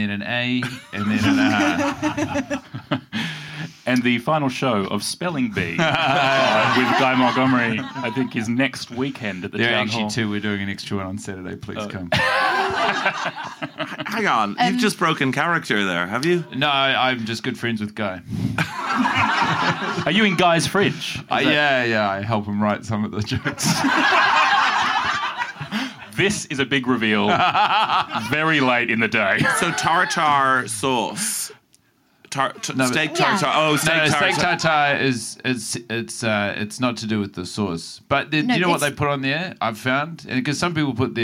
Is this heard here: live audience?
yes